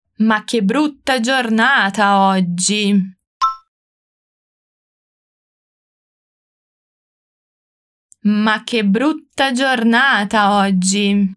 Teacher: focou na doppia consonante T de brutta e G de oggi